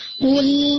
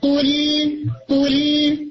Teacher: لام کو آپ نے پھیلا کے بولنا ہے اور اسے لائٹ رکھنا ہے · Shown in: second take